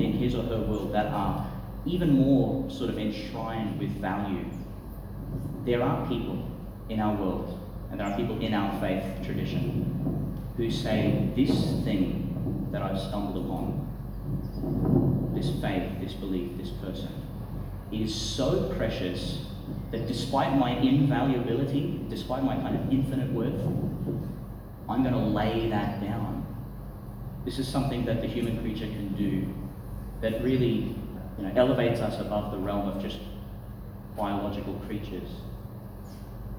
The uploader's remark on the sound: Delivered at Chanel College, Gladstone.